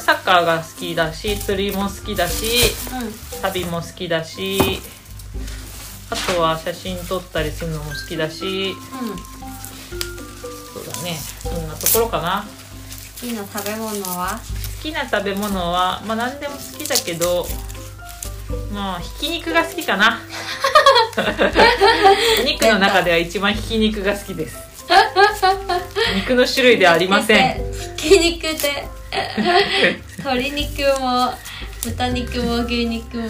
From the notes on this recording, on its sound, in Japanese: ニンニクの皮を剥く作業を行いながら、収録しているので、皮を剥く音も入ってます…